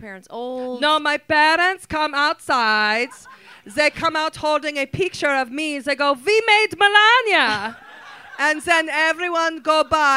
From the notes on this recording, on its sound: Record their first podcast LIVE at The Improv in Hollwyood. Surrounded by 5 or 6 actual fans and about 35 close frenemies. In front of a live audience.